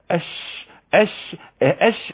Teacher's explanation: نفس يخرج من الرئتين بيمر عادي بسلاسة مفيش هزة في الاوتار الصوتية حنك طبعا بيرتفع لفوق النفس خارج عادي خارج بسلام صحيح وسط · Term: الشين